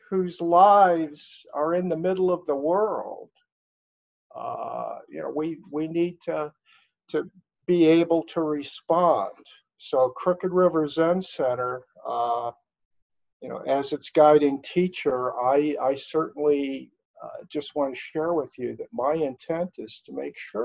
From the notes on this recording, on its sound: in these virtual Zoom Sangha times